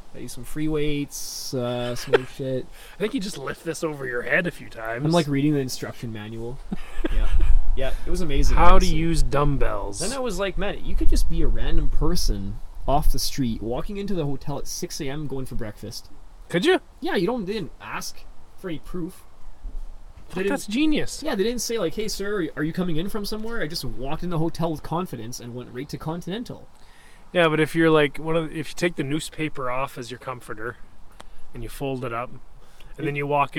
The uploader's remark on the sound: This week's episode was originally recorded in the summer under a gentle breeze and sunny skies